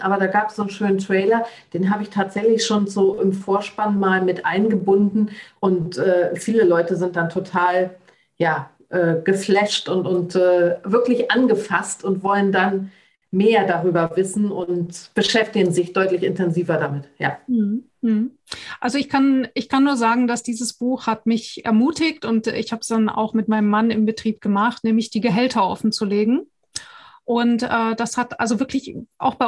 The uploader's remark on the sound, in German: Podcast zum interaktiven Live-Webinar